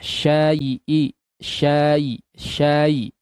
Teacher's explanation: ketika berjumpa dengan huruf lin, sempurnakan terlebih dahulu fathahnya